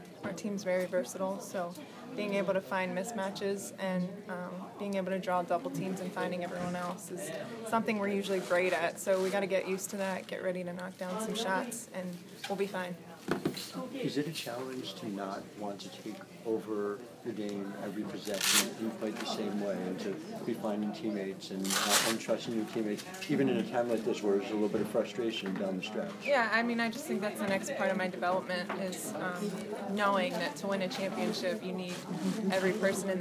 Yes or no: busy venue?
yes